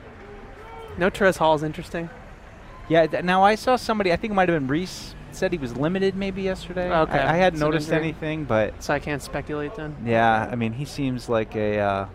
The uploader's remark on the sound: Day 5 Live Show, First Practice in Pads. We broadcasted live from Day 5 of Training Camp.